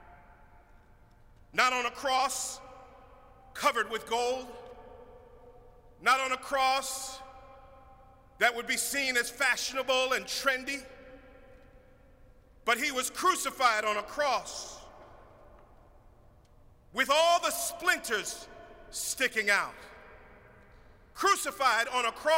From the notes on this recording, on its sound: preached at our Good Friday service on April 15, 2022